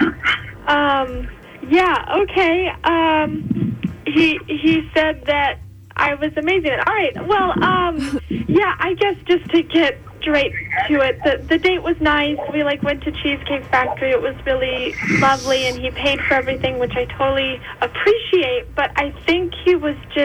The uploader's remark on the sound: When she gets on the phone